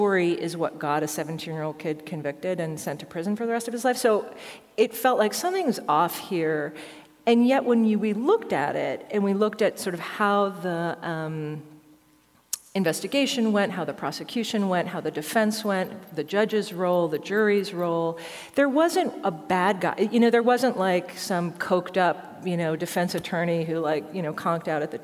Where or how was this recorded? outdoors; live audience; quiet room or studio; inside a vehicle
live audience